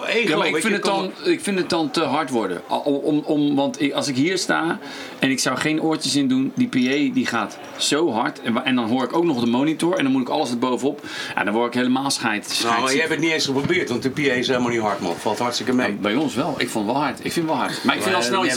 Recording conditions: busy venue